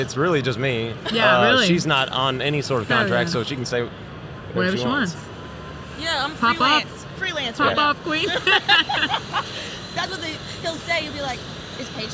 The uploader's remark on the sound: We took over the Renegade Products booth to record a couple of podcasts. The eight trucks we brought to SEMA 2023.